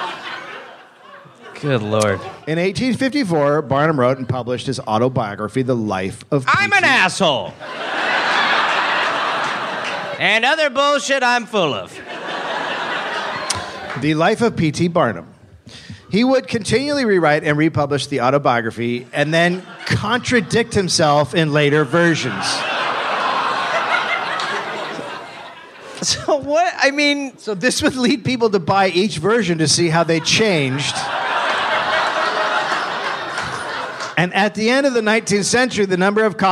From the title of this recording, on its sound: Live in NY